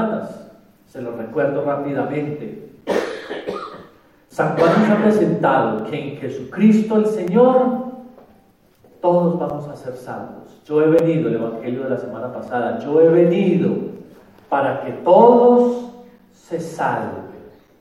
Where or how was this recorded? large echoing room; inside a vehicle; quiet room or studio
large echoing room